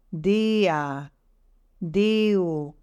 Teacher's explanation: you hardly hear the ein. The dalet kind of blends with the ein.